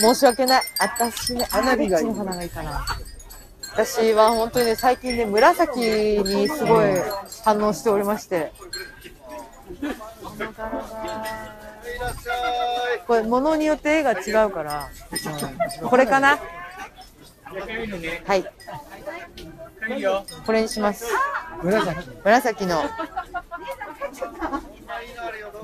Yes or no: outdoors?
yes